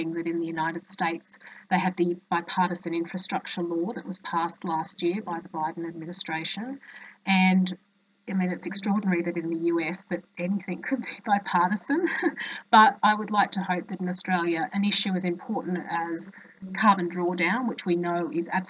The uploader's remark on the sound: This event was held via Zoom.